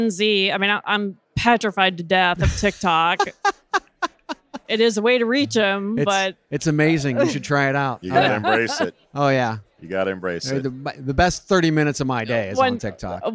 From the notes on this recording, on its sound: Live from TA Week at the Qualifi booth